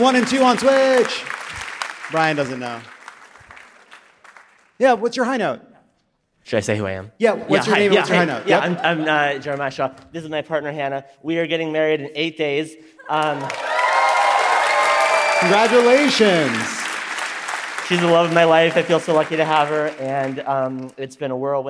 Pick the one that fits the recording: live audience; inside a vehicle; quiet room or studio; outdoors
live audience